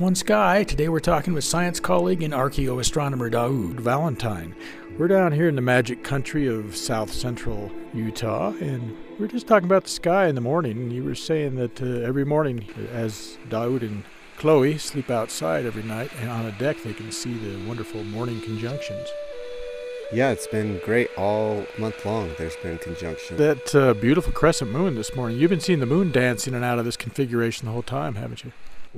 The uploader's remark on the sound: Live from Hill Aerospace Museum. Hear some fascinating stories told inside of a C-130 aircraft on this episode of Access Utah.